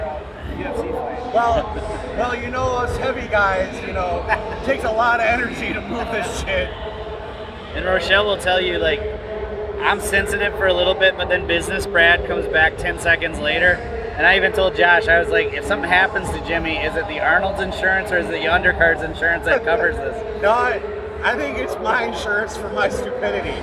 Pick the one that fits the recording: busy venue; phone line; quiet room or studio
busy venue